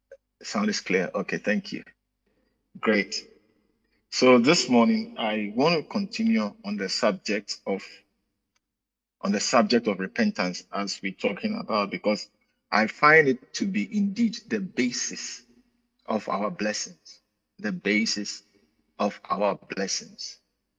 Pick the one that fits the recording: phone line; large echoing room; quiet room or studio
large echoing room